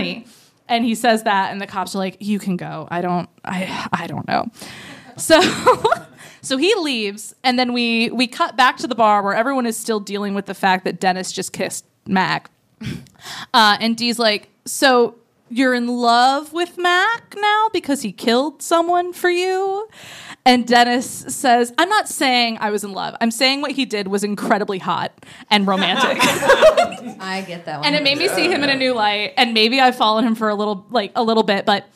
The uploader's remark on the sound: It was Halloween so what were we gonna do, NOT have a live show?! Recorded in front of a live audience at Otherworld Theater in Chicago.